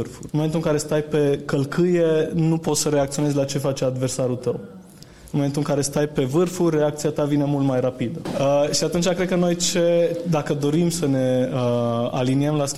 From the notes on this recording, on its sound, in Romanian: Episodul 26 a fost înregistrat la evenimentul Agile Mammoths Games - Casa de Agile ce a avut loc în Cluj-Napoca la inceputul lunii martie. Pentru episodul de azi am extras un fragment din discutia înregistrată.